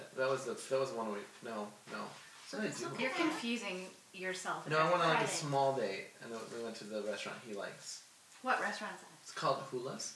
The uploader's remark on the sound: We apologize for the lame audio, the audio track that we record separately is missing.